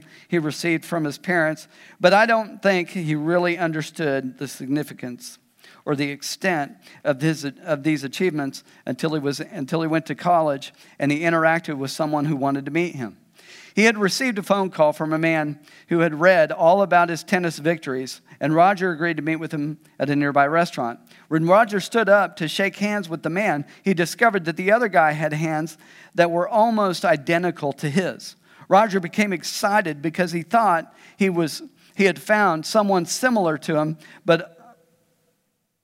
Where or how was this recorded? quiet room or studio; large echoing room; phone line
large echoing room